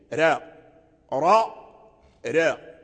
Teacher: فإذا أردت ترقيقها فالصوت لا يعلو، ينحدر